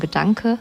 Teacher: ein abgedunkeltes E, vergleichbar mit dem Schwa-Laut im Deutschen, wie am Ende von Gedanke.